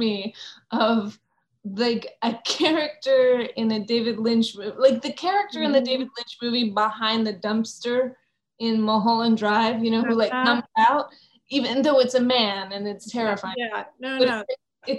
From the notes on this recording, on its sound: virtual Q&A